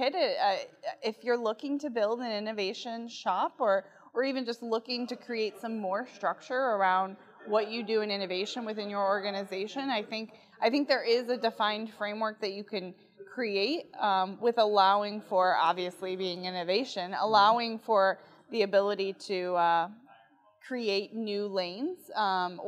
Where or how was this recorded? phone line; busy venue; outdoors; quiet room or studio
busy venue